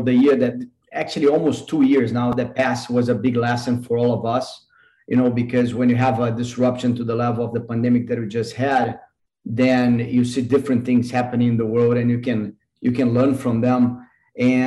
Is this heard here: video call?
yes